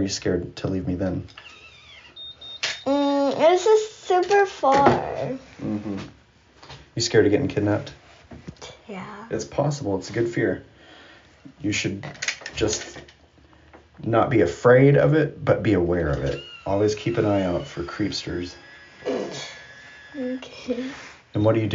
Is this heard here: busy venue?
no